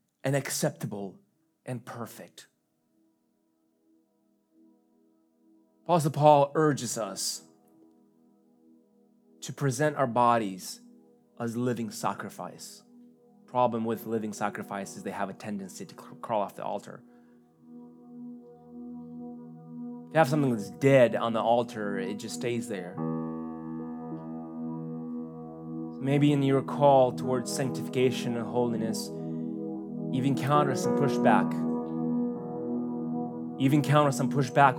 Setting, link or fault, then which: setting, large echoing room